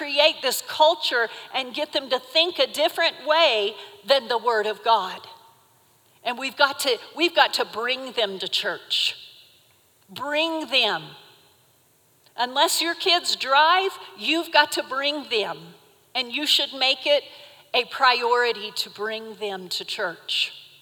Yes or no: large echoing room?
yes